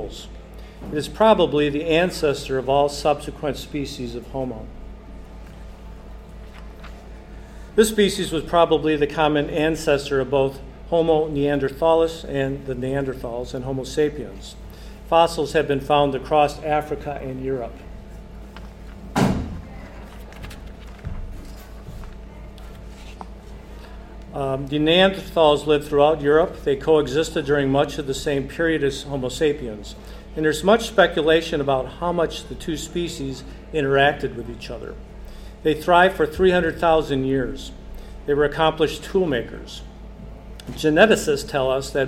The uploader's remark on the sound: Part 2 of a live, two-part lecture from our Sunday luncheon learning series